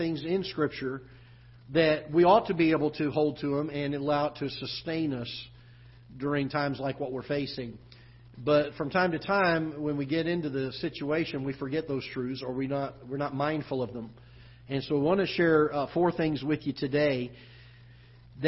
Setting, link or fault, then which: setting, large echoing room